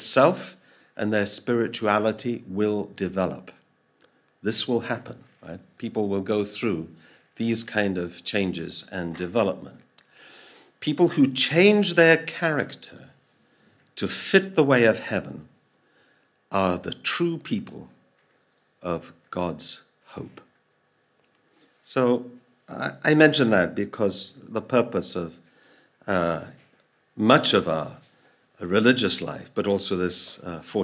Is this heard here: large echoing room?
yes